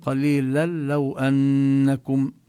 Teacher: هذا التنوين يدغم باللام من لو، فلا نلفظ النون بالتنوين إنما نشدد اللام